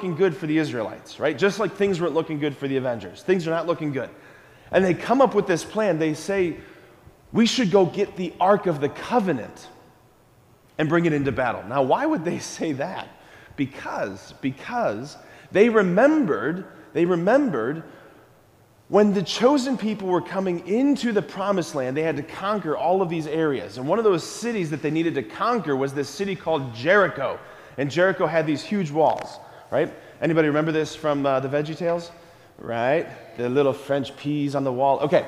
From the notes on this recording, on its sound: School Mass. Preached this homily on January 11, 2024 at Sacred Heart of Jesus Catholic Church in Wadsworth, OH.